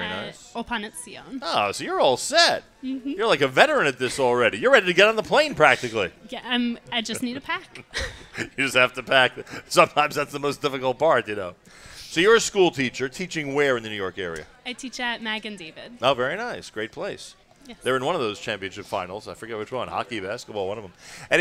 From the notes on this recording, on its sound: NSN Live From the NBN Mega Event in NYC.